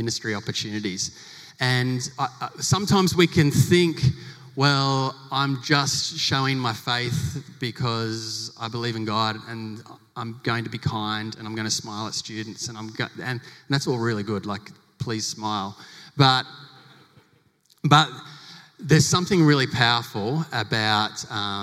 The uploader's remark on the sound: Recorded live in front of 700 educators at the St Philip’s Christian College 2020 Big Day Out.